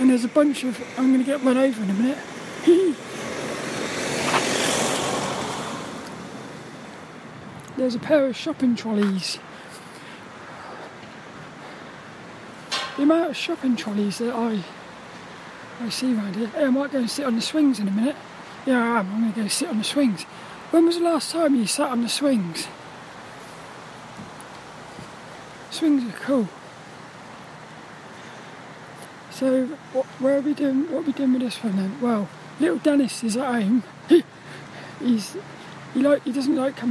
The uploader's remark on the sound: This 'About The Tings' episode is a Walk and Talk. I got to play on the swings.